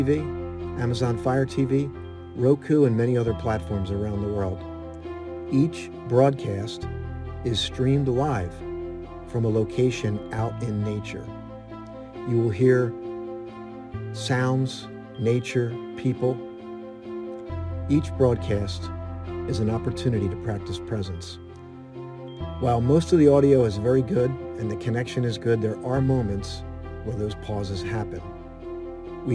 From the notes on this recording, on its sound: This Episode originally streamed live on location at Boundary Creek Reserve - Moorestown NJ. The audio from this podcast was taken directly from this live stream.